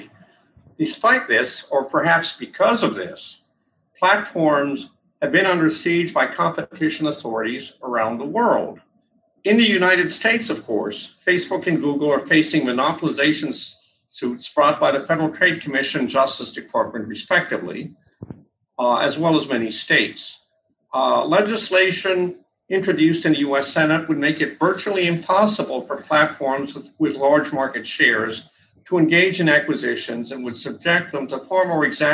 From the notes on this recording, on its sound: Today we’re bringing you the audio from a recent webinar. Today we’re bringing you the audio from a recent webinar we held on Antitrust .